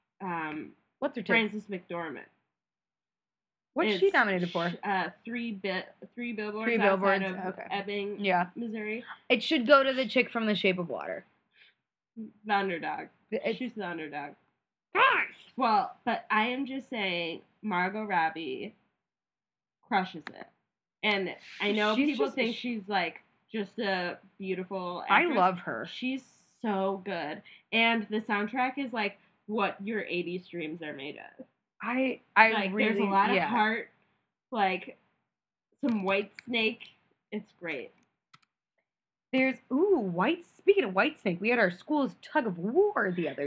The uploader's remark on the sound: Some wonky audio.